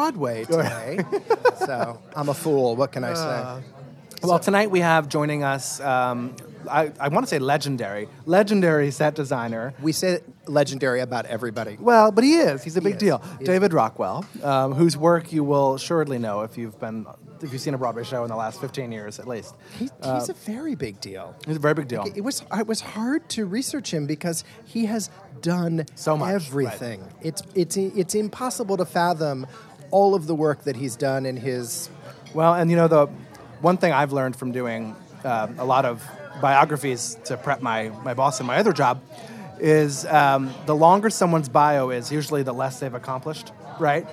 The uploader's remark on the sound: Live from Orso